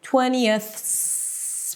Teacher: So 20th, the tongue is out. Then as you breathe out for the th, you want to pull the tongue in. 20th, make the S a little longer to make sure that you brought it inside, you brought it back home, and then you're actually pronouncing a nice clear S sound, 20th century.